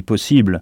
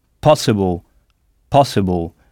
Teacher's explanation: on n'insiste pas sur le « i » comme en français · Shown in: second take · En français, on dit « possible ».